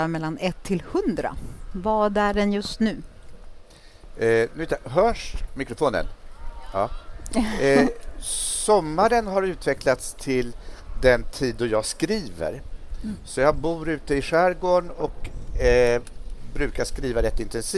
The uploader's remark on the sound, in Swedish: LIVE från Stockholms Kulturfestival